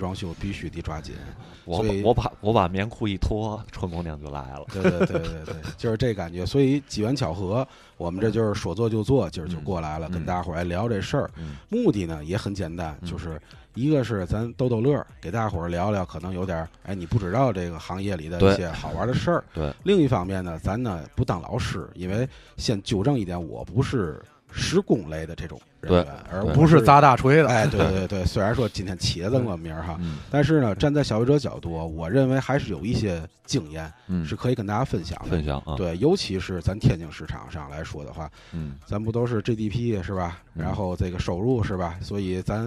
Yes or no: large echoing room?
no